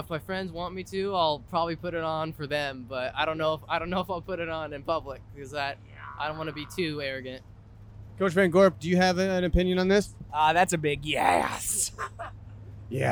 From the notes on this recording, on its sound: live on the bus ride home